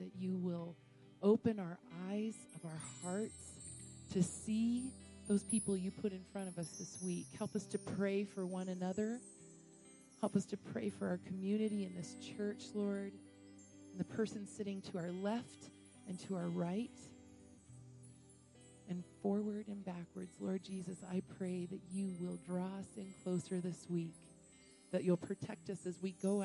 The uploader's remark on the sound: Woodland Life Church Live